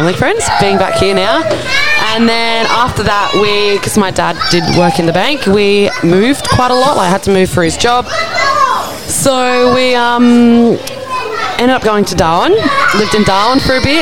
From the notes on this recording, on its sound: It was recorded live at the Wudinna Game On event in early March! You'll have to ignore the background noise as best you can.